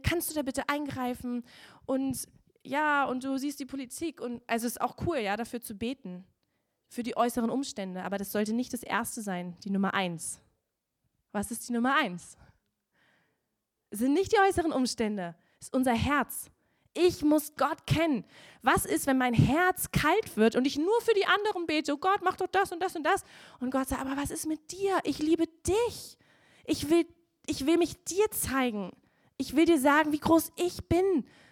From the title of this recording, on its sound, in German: Gottesdienst Predigt